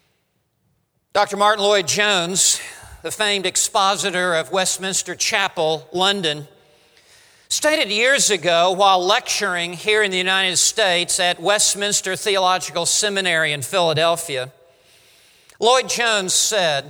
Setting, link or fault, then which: setting, large echoing room